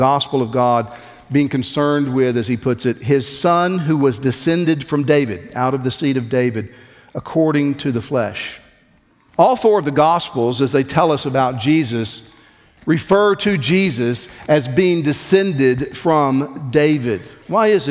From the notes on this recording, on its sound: on January 18, 2024 at the Founders "Remember Jesus Christ" national conference in Southwest Florida